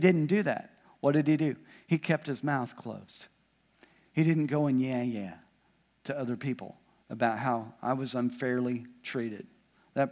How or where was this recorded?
large echoing room